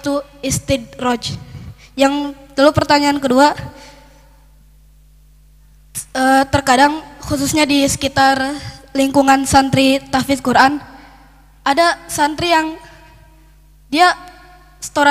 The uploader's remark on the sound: LIVE dari Masjid Daarut Tauhiid Bandung